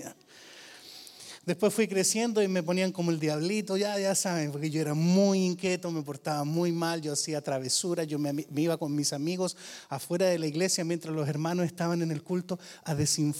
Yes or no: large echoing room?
yes